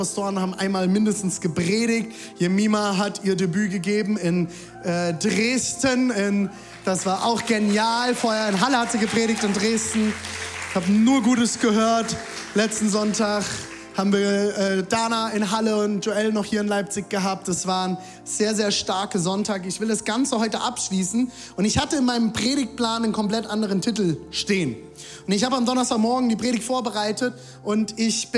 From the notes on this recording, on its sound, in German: Audiomitschnitt der Predigt